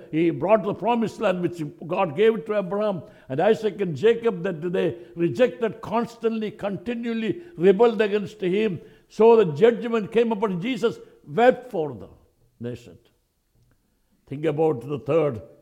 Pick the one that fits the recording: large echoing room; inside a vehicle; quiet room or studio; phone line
large echoing room